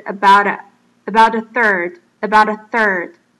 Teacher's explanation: About a third.在这边大家念快的时候要特别注意这边的 about 跟 a,因为 about,它是 t 是一个 consonant,一个子音那 a 是一个母音所以 about a third 的时候就会连起来 about 跟 a 就会连起来在这个时候呢那个 t 的音呢就非常非常的弱化